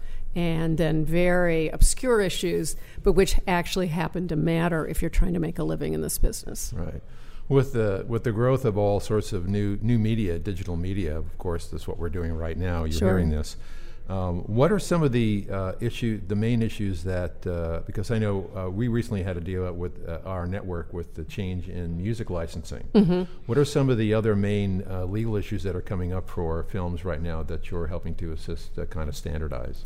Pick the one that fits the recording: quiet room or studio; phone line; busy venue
busy venue